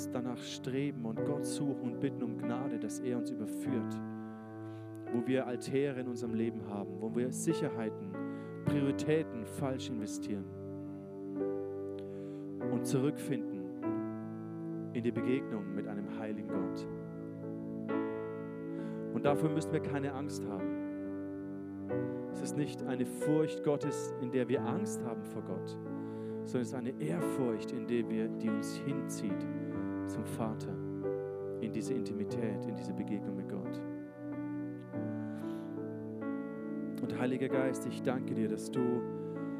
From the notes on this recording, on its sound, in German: Sonntagsgottesdienst. ICF-Nürnberg.